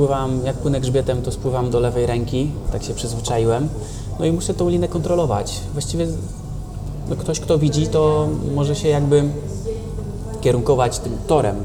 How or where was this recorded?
busy venue